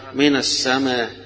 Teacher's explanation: ليه القصر والتوسط والمد، وليه القصر والمد في آخرها الإشمام، يعني يدي حركة بسيطة للكسرة اللي في آخرها · Term: اختلاس الكسرة